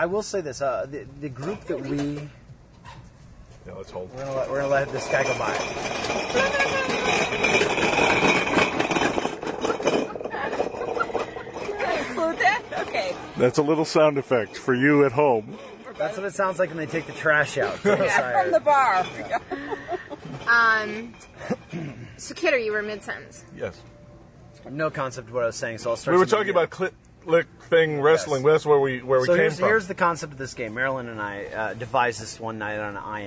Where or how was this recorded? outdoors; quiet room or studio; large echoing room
outdoors